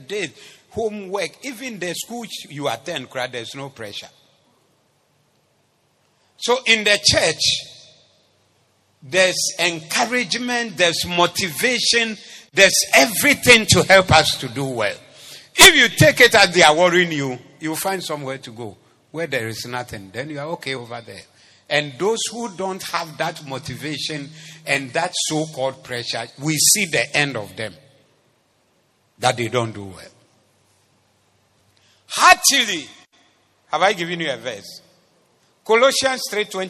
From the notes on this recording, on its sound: Preached at the Zeloo Service.